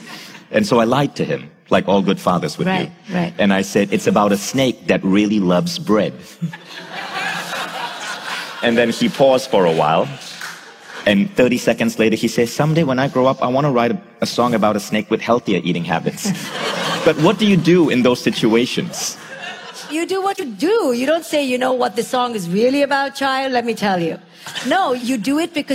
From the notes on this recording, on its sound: Her talk at Mindvalley City Campus Tallinn in 2018 received a standing ovation and heralded as a life-changing listen for everyone in the audience.